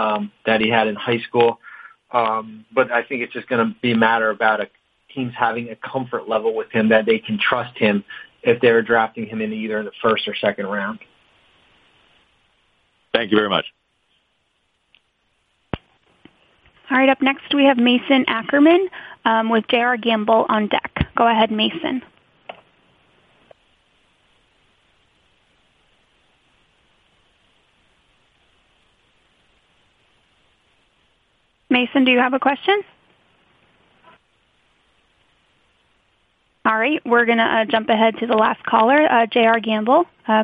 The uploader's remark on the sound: NBA Draft Combine Conference Call